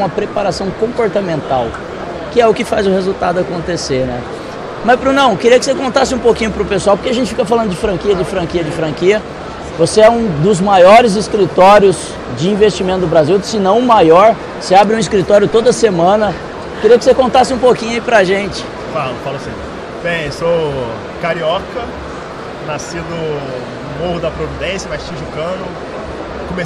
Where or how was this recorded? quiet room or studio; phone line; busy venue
busy venue